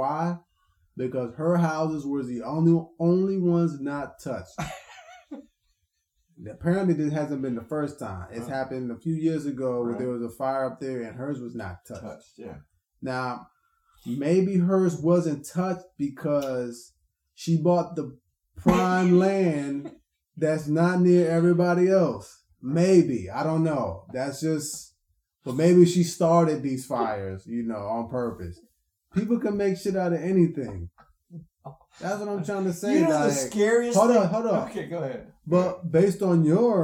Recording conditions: poor sound quality